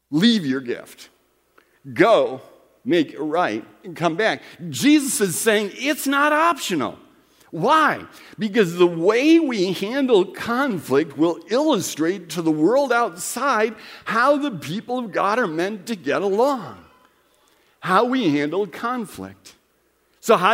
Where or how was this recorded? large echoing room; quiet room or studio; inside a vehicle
large echoing room